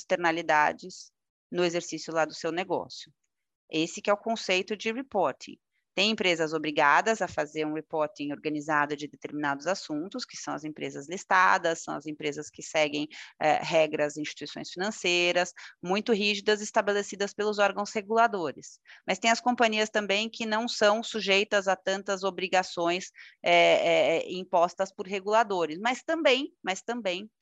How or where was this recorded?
video call